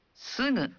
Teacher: Namun, bagi suku kata lain seperti sugu, ucapkan G dalam suara sengau. · Term: bunyi sengau